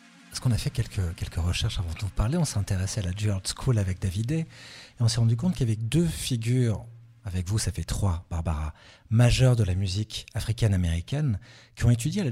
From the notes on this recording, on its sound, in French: S’entretiennent par téléphone avec. FIFDH 2021.